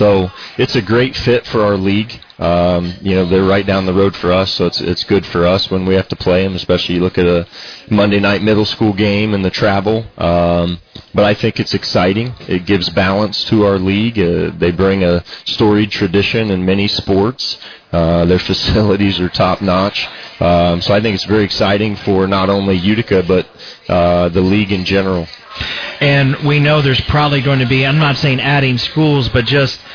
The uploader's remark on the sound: Broadcast live from Shipp Brothers Brewing in downtown Newark. The Licking County Locker Room is broadcast live from Shipp Brothers Brewing in downtown Newark.